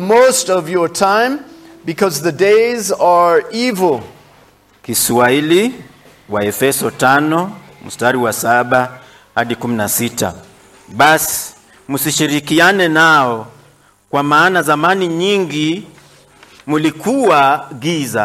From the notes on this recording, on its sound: This sermon was preached during the worship service at Mercy Baptist Church located in Kaya village, western Kenya.